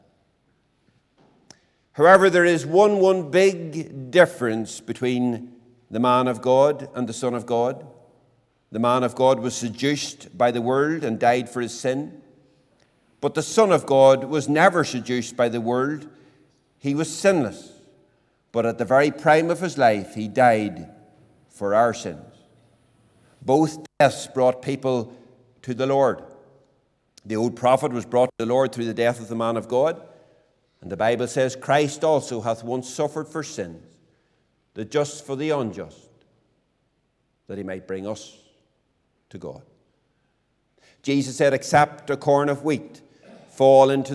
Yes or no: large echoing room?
yes